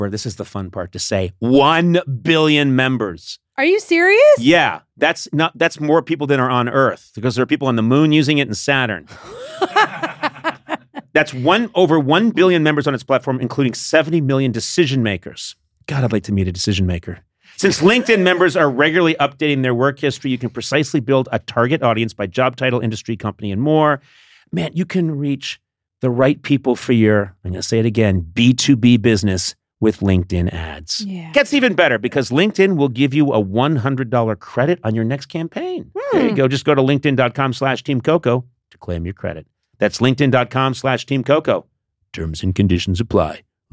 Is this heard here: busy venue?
no